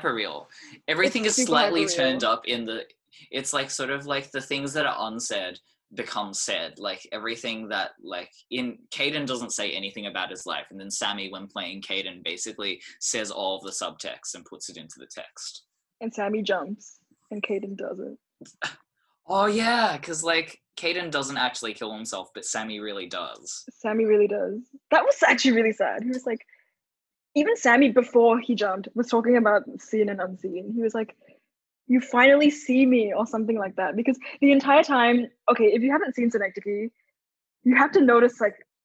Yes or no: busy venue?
no